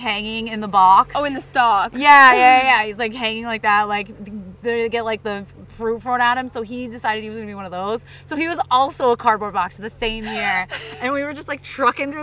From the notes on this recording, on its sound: We did a live recording at our favorite apple orchard.